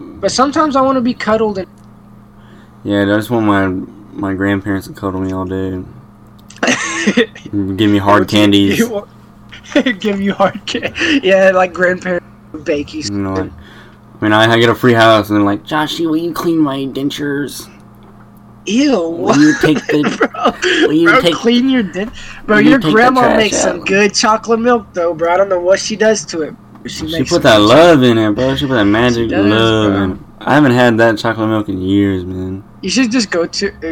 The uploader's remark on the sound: Audio quality will get better as we go along still playing with it.